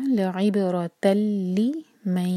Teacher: اس کے بعد ہے تا مربوطہ اس پر جو فتح کی تنوین ہے وہ دیکھیں وہ سلائڈنگ ہے اور اس کے بعد ہے لام تو جب تنوین کے بعد لام آئے تو ہم کرتے ہیں ادغام بغیر غنہ کا یعنی کہ نون کے ساؤنڈ کو ہم بالکل نہیں پڑھیں گے بالکل بھی غنہ نہیں کریں گے ناک میں آواز نہیں لے جائیں گے تا کو سیدھا لام سے جوڑیں گے.